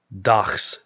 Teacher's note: The fricative ch was an allophone of g only found before a voiceless consonant. For example, dachs, meaning day.